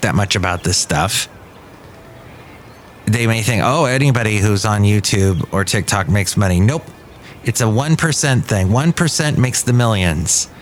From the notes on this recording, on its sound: podcasts live from Café Anyway